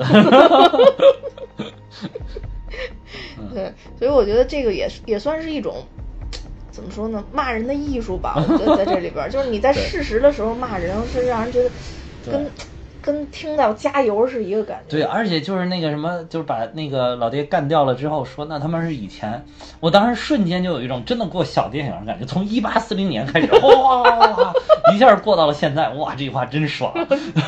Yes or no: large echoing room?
no